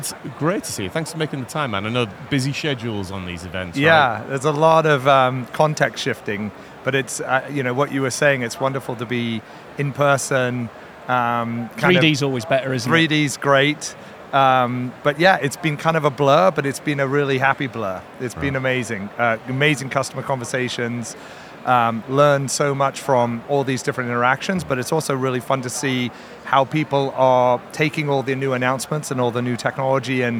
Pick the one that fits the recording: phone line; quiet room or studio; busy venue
busy venue